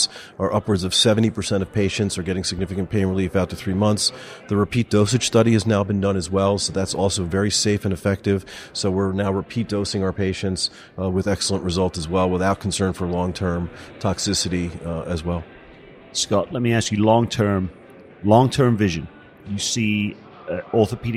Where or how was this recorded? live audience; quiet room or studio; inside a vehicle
live audience